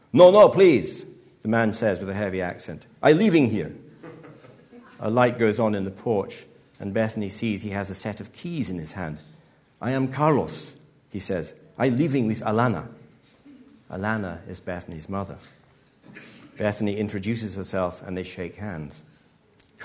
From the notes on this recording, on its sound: Live at BAFTA. This episode was recorded in collaboration with BAFTA 195.